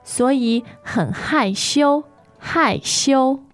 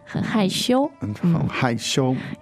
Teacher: Fourth and first tone.